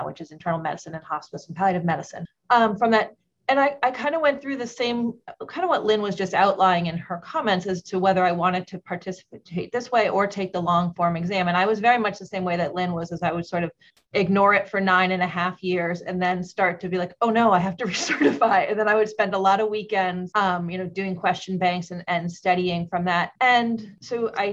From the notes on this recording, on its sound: In this Allergy, Immunology, and Inflammation Assembly podcast, we share a recording of the webinar.